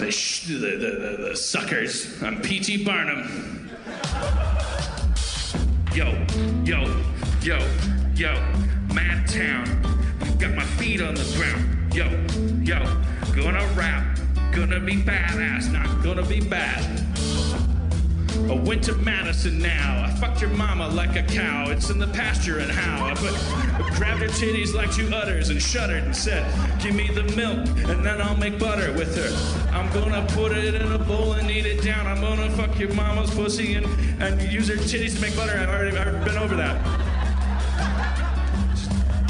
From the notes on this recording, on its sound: Madison, WI. The audience shouts weird things!